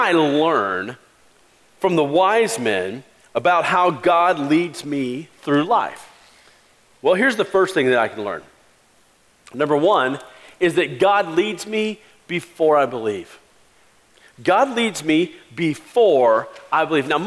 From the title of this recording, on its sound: Christmas Eve Service 2016